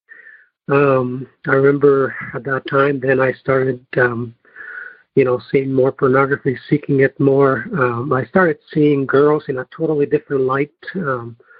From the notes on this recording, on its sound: Noon Phone Speaker Meeting